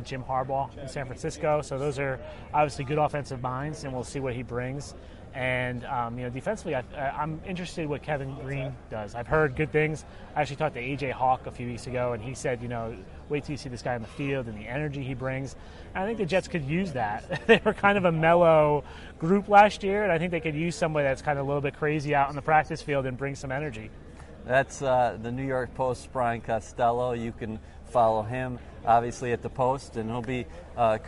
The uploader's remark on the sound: Live at the Combine. At the 2017 Combine in Indianapolis.